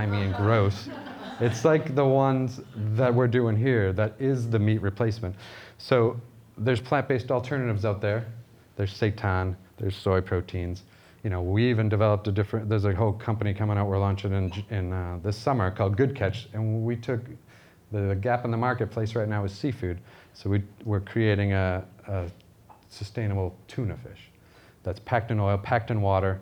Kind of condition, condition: setting, live audience